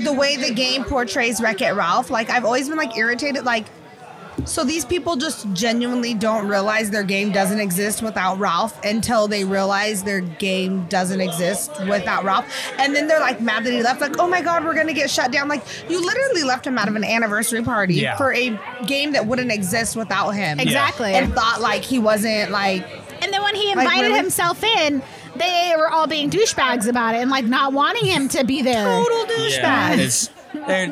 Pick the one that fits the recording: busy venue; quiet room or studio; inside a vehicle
busy venue